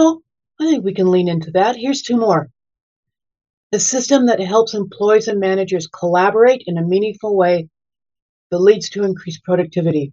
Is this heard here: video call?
yes